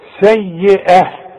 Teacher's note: لكن عند التاء المربوطة فتحتين تنوين، عارف دي لو اي حرف تاني كان ادتني الف، الا التاء المربوطة تديني ه سيئة عند الوقف